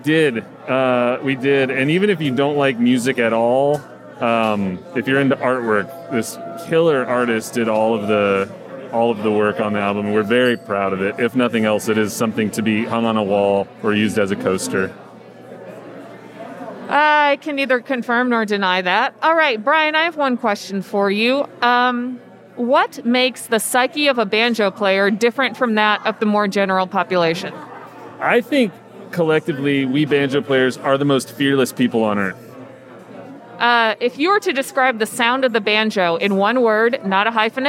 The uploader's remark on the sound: IBMA "Man on the Street" Interviews!